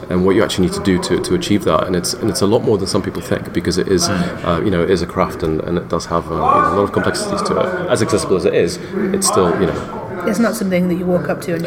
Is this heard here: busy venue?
yes